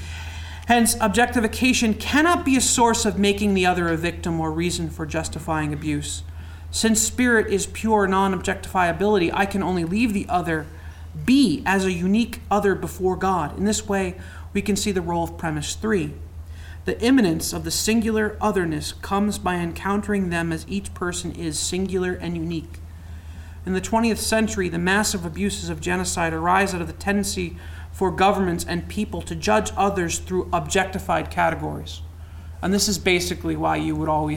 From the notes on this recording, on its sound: Conference at Franciscan University of Steubenville.